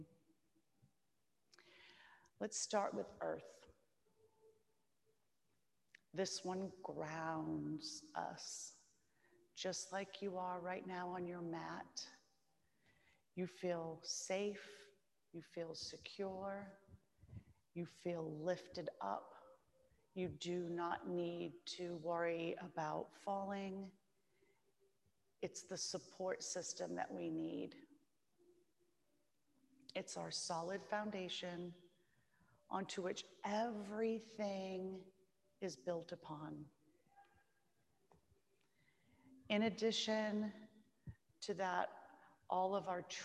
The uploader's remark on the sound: This is a recorded meditation from a live class